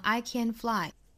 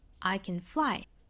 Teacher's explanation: 我们注意这个 can 这个词要做弱读啊 · Shown in: second take